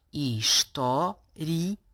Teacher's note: no final desta palavra existe um hiato no encontro das vogais finais I, A, permitido pronunciar a palavra como proparoxítona e, portanto, com 4 sílabas.